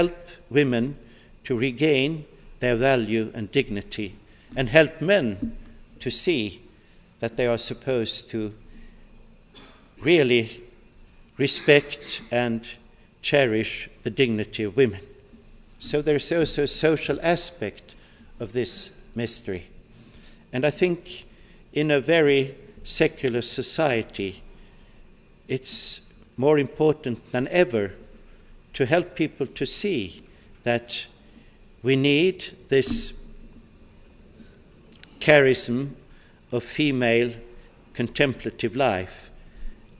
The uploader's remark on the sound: delivered this address on March 13, 2018 at the University of Chicago's Swift Hall.